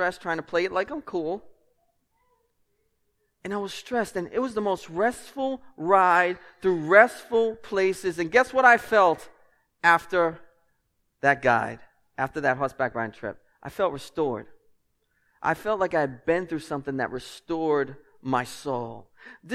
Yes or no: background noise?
no